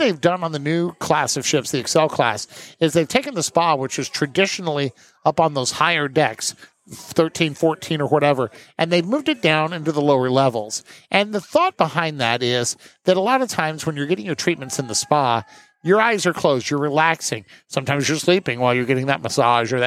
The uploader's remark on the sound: Recorded live onboard the maiden voyage of Carnival Jubilee